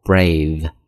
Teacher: 它是有一个 th,咬舌的一个浊辅音